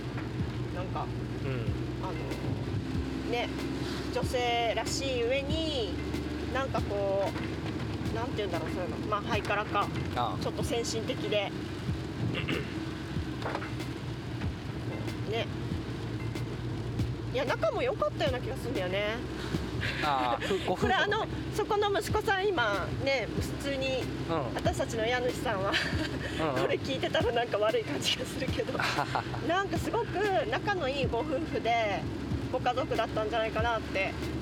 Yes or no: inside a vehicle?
yes